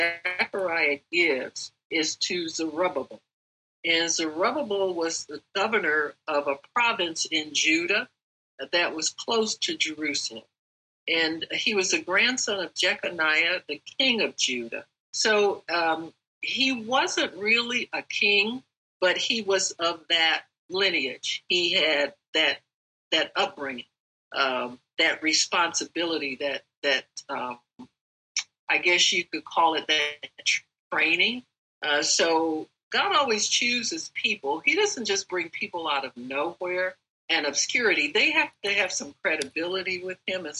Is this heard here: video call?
yes